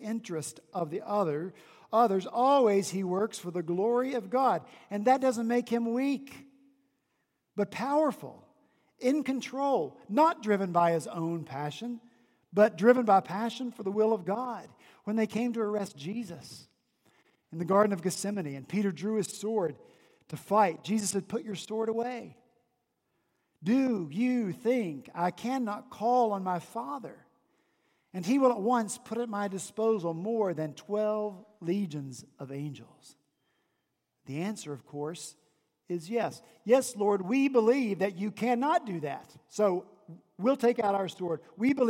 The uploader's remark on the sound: On Sunday, December 23 at Redeemer Presbyterian Church in Charleston, SC, our senior pastor preached. At Redeemer Presbyterian Church in Charleston, SC, our senior pastor preached his Advent sermon series.